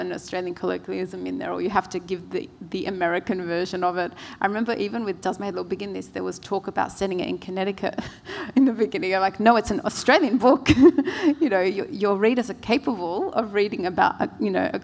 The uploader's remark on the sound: In this session, which was recorded at the 2017 Newcastle Writers Festival.